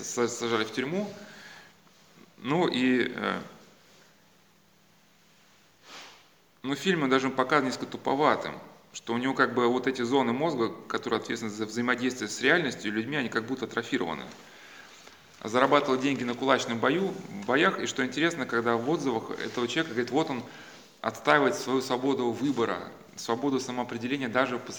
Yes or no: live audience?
yes